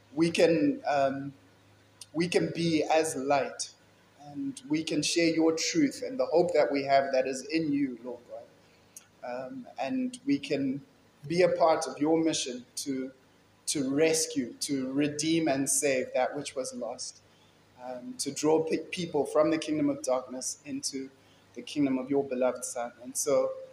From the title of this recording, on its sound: Kingsmead Chapel Sunday Sermon